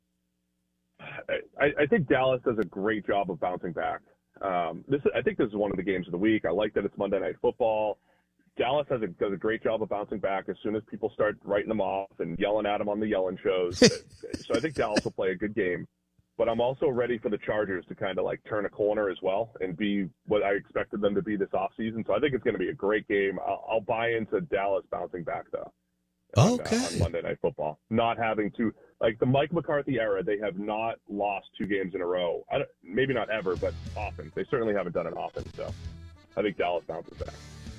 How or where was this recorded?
phone line